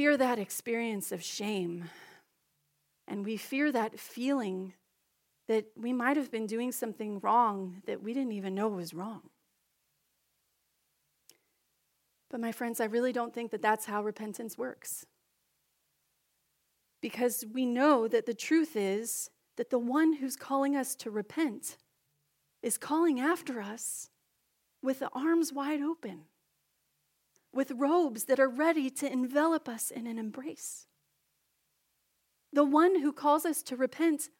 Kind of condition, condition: setting, large echoing room